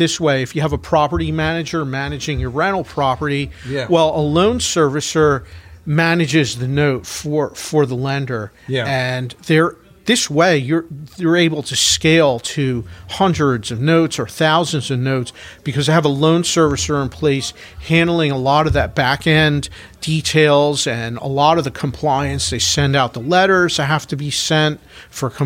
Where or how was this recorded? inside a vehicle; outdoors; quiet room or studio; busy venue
busy venue